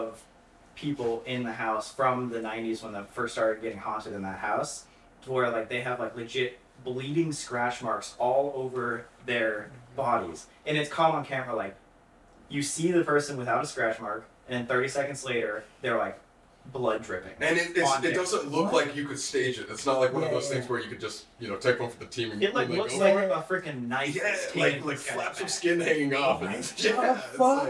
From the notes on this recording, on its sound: We had some audio issues this week, and greatly apologize.